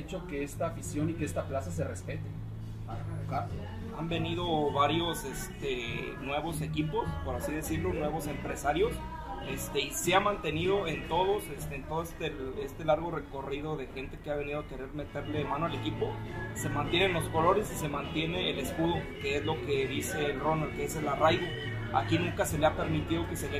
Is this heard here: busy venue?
yes